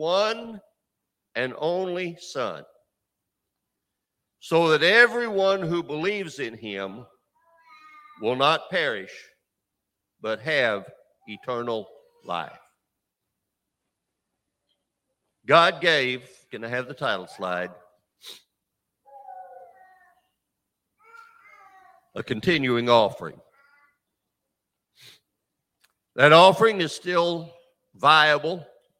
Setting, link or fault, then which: setting, large echoing room